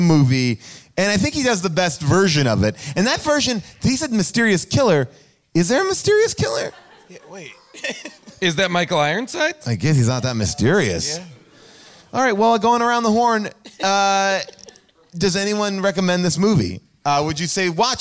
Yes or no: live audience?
yes